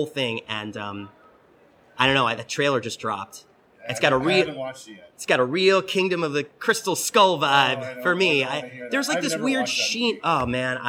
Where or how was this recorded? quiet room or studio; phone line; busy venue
busy venue